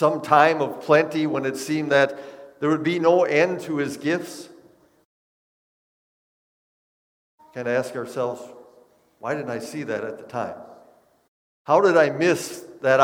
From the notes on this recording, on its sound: Bethany, Appleton, WI. Preached this sermon at Bethany's Sunday worship on March 27, 2022.